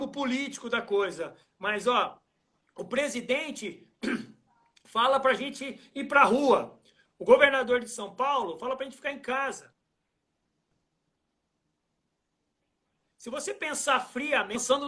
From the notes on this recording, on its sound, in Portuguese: durante uma live, que rolou em nosso Instagram